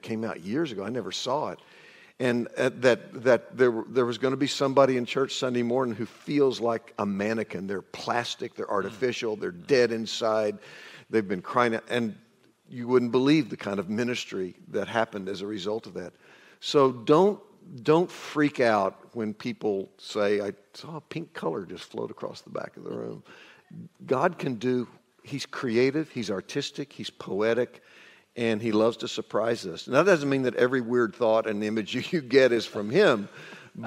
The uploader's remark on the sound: This panel discussion comes from our time at WoodsEdge Church at their pursuit conference. The Pursuit Conference is a pastors conference.